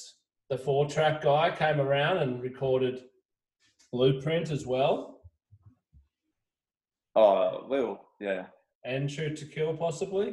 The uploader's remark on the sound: got on zoom together